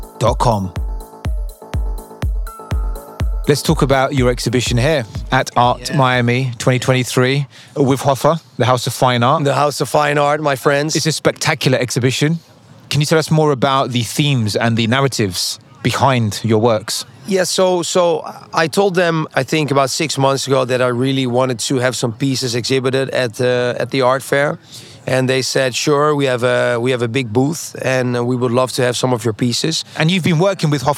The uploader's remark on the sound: on location at this year's Art Miami